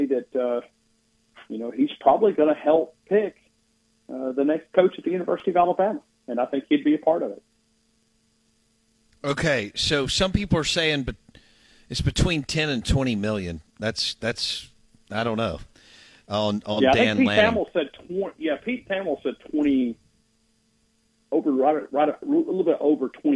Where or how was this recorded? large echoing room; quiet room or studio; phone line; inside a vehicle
phone line